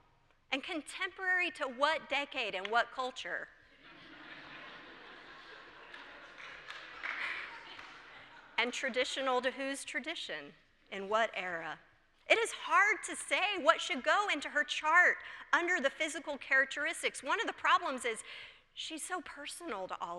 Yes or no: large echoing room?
yes